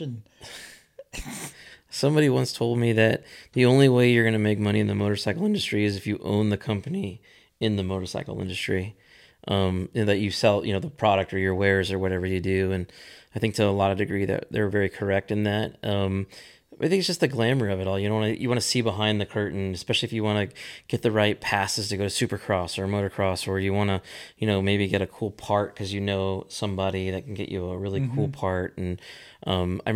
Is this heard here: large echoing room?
no